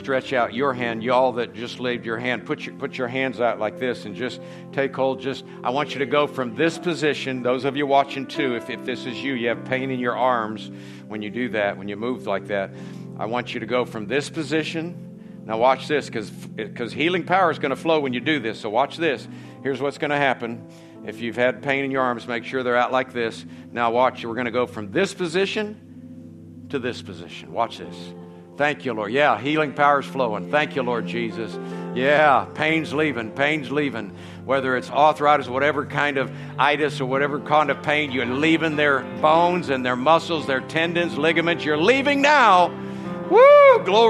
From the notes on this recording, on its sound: From the Sunday night service on September 24, 2023 at Harvest Bible Church in Stockton, California. Is from the Sunday night service.